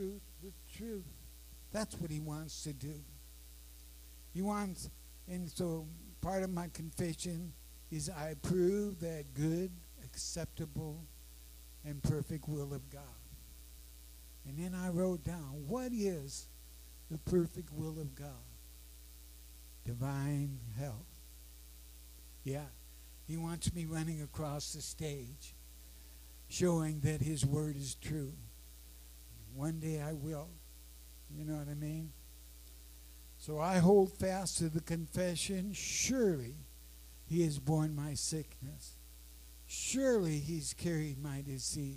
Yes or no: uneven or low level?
yes